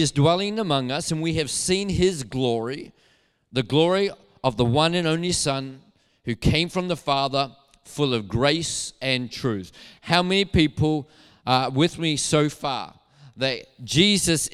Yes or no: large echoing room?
yes